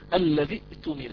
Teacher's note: قال لك لا، إذا أنت وصلتها بما قبلها يعني كل مع بعض يعني في درج الكلام الذي أؤتمن، قال لك نسقط الأولى وهي همزة الوصل ونبقي الثانية همزة القطع ونحققها، فنقول الذي أؤتمن همزة واحدة فقط هي المسموعة وهي همزة القطع الذي أؤتمن، أما همزة الوصل فتسقط في درج الكلام.